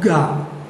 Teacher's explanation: Ga, the voice has to start first before you say the consonant.